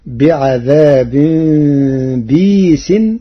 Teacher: قرأ ورش كلمة بئيس بكسر الباء بعدها ياء ساكنة مدية بغير همز فتصير بعذاب بيس، وهي إحدى لغات العرب.